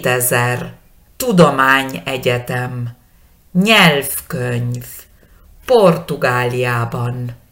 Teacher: En húngaro siempre ponemos la mayor fuerza de nuestra voz, o sea, el acento prosódico está en la primera sílaba de la palabra, sea cual fuere el largo de esa palabra.